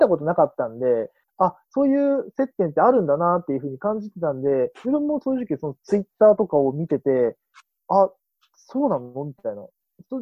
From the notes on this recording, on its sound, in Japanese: ZOOMにてコラボ収録をお送りします。